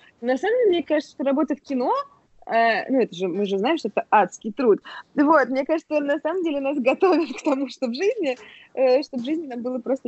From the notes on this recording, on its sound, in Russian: Она в Москве, а я дома в Якутске. Это, кстати, мой первый опыт записи через скайп, поэтому иногда пропадала связь и в целом качество звука не на самом высоком уровне. Не считая кашля, чиханий.